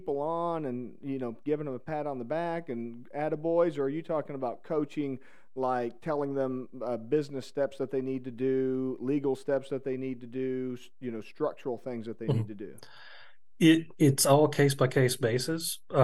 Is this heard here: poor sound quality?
no